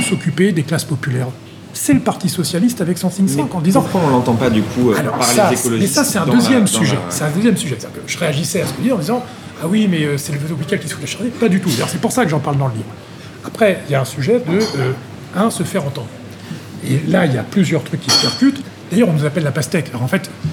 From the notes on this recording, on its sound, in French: enregistré dans un café parisien